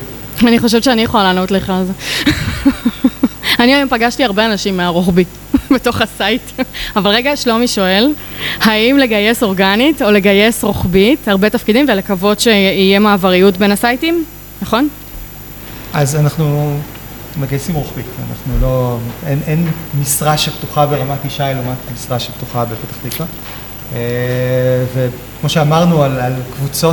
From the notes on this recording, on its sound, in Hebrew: פרק לייב בשיתוף קלאודינרי. הפרק הזה הוקלט בפאב המחלבה בבית לחם הגלילית. לכבוד פתיחת הסייט החדש של קלאודינרי ברמת ישי.